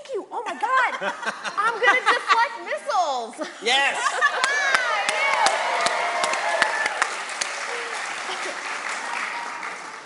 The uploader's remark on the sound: GeeklyCon 2019 Live Show. Here you can listen to the audio version of our live show.